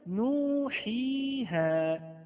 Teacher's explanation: النون مضمومة، ثم جاءت بعدها واو ساكنة، وحيها الحاء مكسورة، وجاء بعدها ياء ساكنة، وها الهاء مفتوحة، وجاء بعدها الألف التي لا تكون أبدا إلا ساكنة · Term: حروف المد